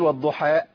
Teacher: خد بال حضرتك من حاجه، ما ينفعش اقول والضحى، انا عملت ايه كده؟ ولدت همزه من المد، ما قطعش صوت المد